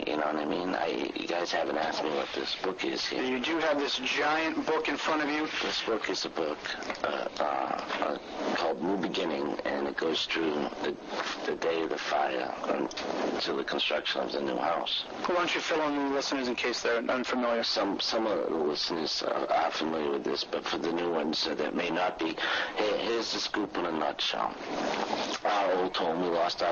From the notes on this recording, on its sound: Apologies for the audio issues.